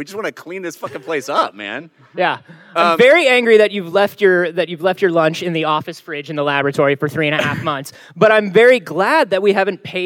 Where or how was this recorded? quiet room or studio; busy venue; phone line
busy venue